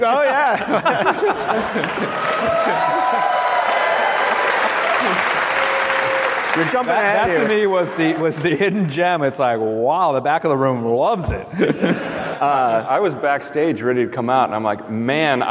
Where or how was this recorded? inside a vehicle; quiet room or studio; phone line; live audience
live audience